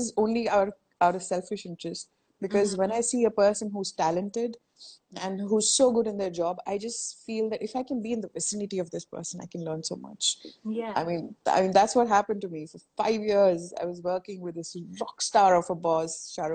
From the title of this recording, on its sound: Instagram Live